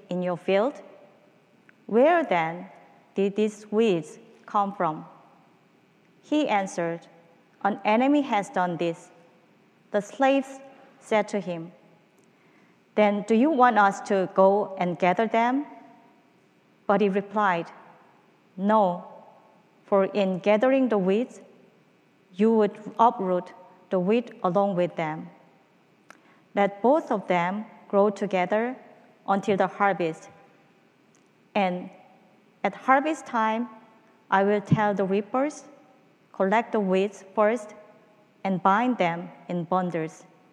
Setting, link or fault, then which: setting, large echoing room